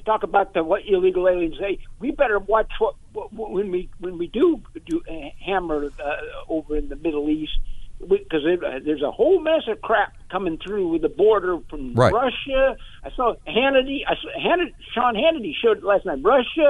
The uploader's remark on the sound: Callers weigh